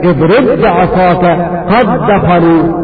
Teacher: حتى قالوا: هذا يسمى إدغاما كاملا، إدغام كامل، اضرب عصاك قد دخلوا، إدغام الباء في الباء أو إدغام الدال في الدال